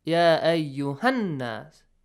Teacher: Quickly, without stretching the sound of ha, you join it to an nas. · Term: short vowel sound